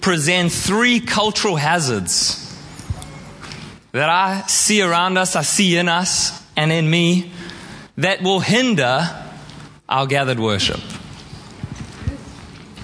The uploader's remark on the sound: Preached at Horsham Downs on 28/05/2023